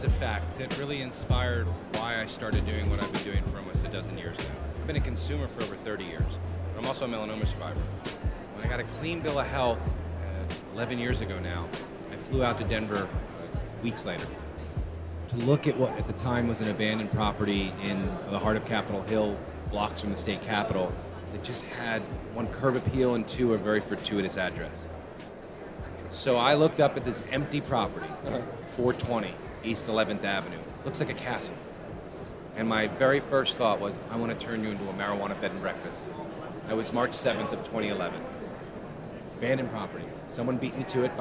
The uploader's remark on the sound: Quick note, this interview was recorded on the floor of the sprawling and super impressive Las Vegas Convention Center during MJBizCon 2022, so some parts may sound slightly scratchy.